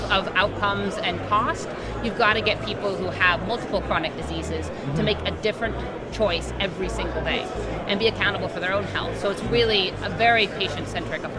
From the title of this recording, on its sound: LIVE from #HiMSS16